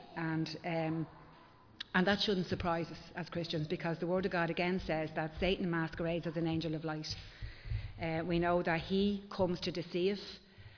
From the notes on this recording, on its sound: Recorded live in Liberty Church on 12 March 2023